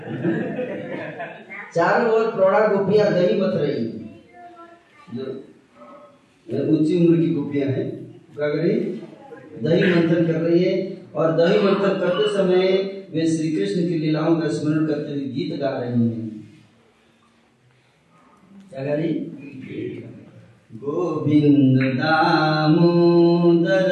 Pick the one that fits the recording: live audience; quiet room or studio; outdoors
live audience